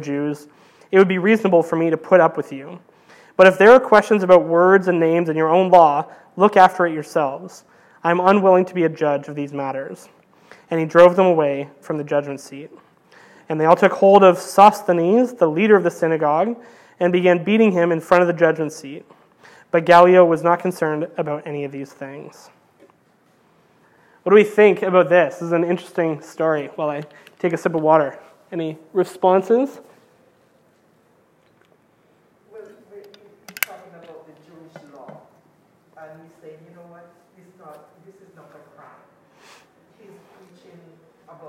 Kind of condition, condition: setting, large echoing room